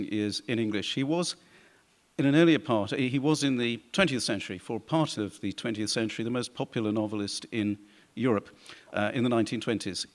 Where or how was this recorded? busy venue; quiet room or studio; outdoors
busy venue